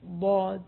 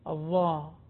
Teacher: الضاد من حافة اللسان مع الأضراس بينما الظاء من طرف اللسان فرق بين الظاء انتبه اللسان خرج إلى الخارج قليلا الظاء بينما الضاء ضاد حافة اللسان، حافة اللسان مع الأضراس من الداخل، يعني عندما أنطق حرف الضاد لا أرى اللسان، بينما عندما أنطق الضاء طرف اللسان يظهر الضاء.